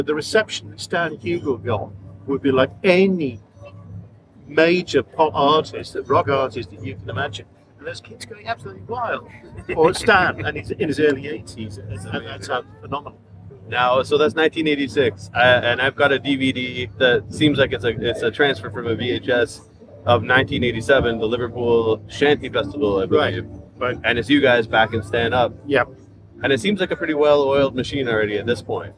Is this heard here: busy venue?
yes